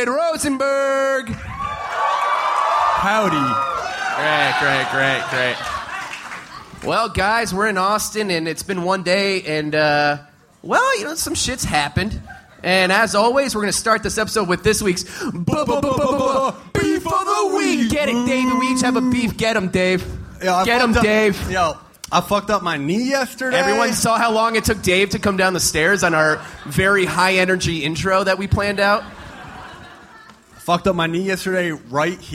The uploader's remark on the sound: Live at SXSW. Live from Austin, Texas.